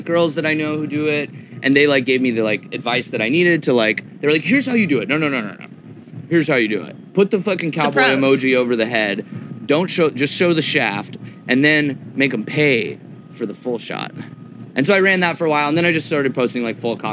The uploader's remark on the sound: Live from Forbidden Kingdom